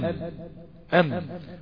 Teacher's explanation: فحصل تصادم بين عضوي النطق ولم يحدث بعدها تباعد، فضل تصادم واستقر الوضع ده في السكون حرف الساكن.